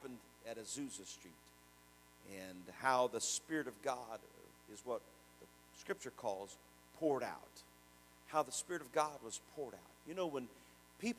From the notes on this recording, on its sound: Sermon preached at the Oak Park Pentecostals, 1920 Chester Blvd, Richmond, IN 47374.